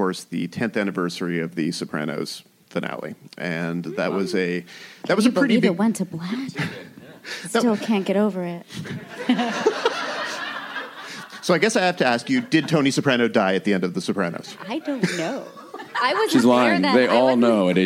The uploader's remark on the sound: Recorded at ATX Television Festival